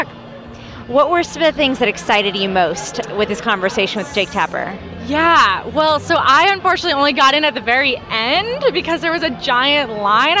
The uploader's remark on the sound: Chat with people at South by Southwest.